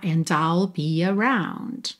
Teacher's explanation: O D de and você usa para ligar no I'll